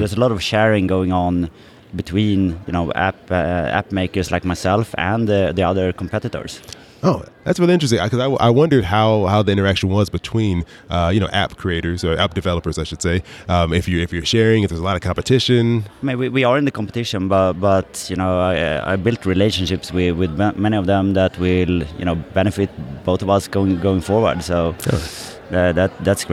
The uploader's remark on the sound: at a table in the middle of the FinCon conference floor